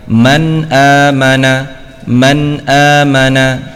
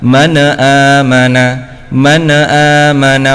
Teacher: Nah, ini ada pantulan maka kurang tepat. Harus dibaca jelas nun sukunnya · Shown in: first take